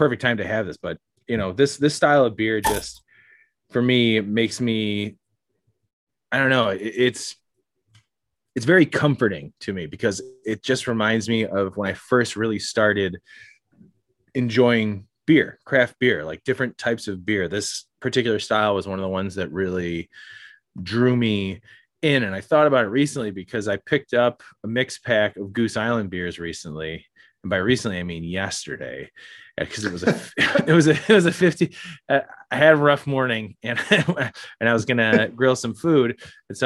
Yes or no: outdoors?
no